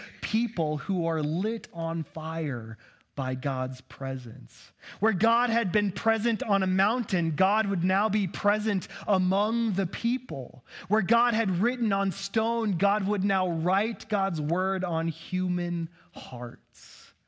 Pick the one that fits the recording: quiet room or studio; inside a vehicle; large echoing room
large echoing room